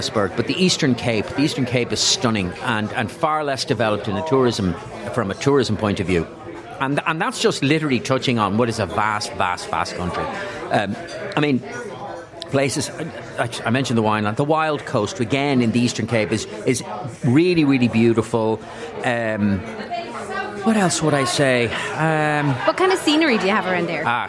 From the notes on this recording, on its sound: The Hard Shoulder was LIVE from The Bridge 1859 in Ballsbridge ahead of the Rugby World Cup clash between Ireland and South Africa.